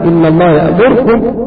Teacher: ويخطف الحركة خطفا يعني ينطق بثلثي الحركة، لأن الاختلاف النطق بثلثي الحركة، وأما الروم النطق بثلث الحركة.